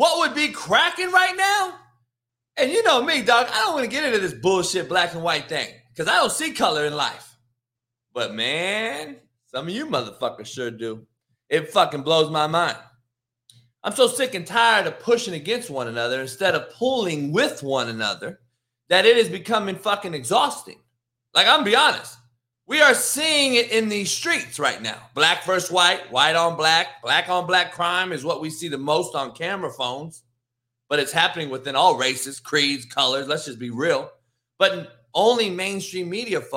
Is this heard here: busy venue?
no